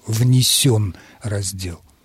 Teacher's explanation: А вот что касается причастия «внесен», то, Михаил, ударение в нем должно быть на втором слоге, и там и звучит «ё», «внесен» раздел.